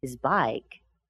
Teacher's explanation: his doesn't get stressed, but bike does